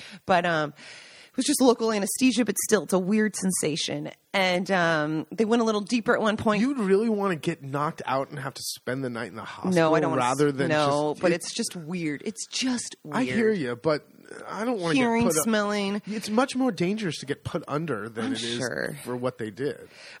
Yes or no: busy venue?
no